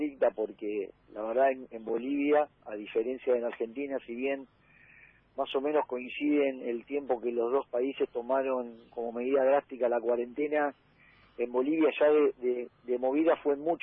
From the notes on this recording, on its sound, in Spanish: En el móvil a distancia